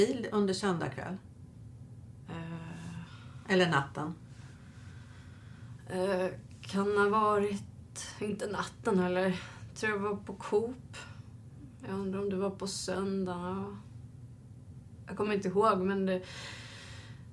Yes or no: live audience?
no